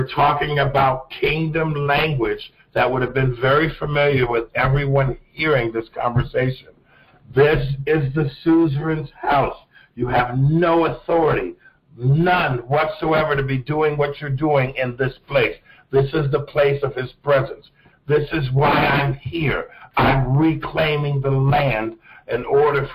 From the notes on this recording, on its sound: The audio quality was a bit rough, we apologize in advance